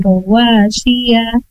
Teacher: sia-nya satu, sedangkan wa-nya dua · Term: mad